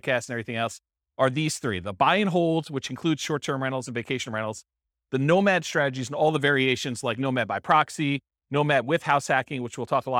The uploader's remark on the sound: This was a live class recorded